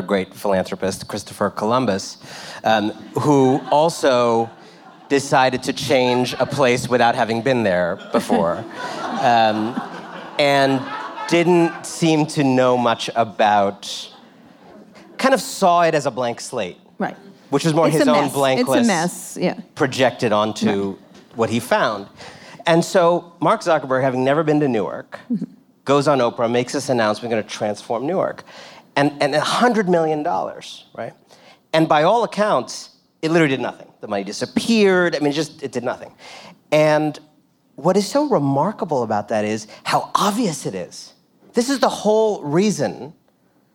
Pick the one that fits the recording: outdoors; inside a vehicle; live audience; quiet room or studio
live audience